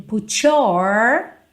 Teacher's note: Como ela é britânica, ela não enrola a língua no your